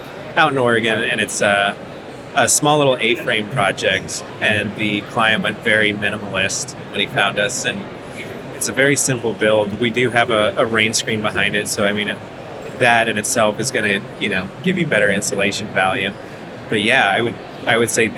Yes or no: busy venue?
yes